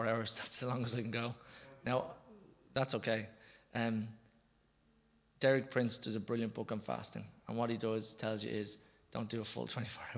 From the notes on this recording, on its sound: Recorded live in Liberty Church on 10 October 2021